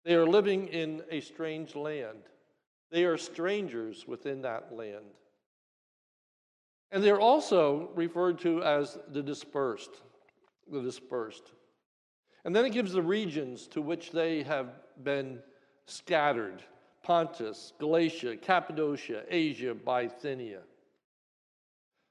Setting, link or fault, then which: setting, large echoing room